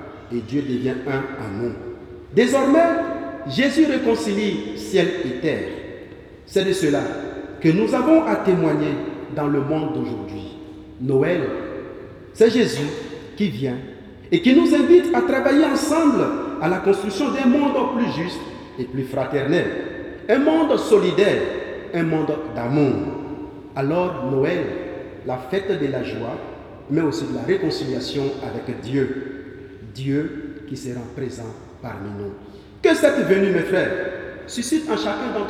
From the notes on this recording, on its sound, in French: Messe de la nuit de Noël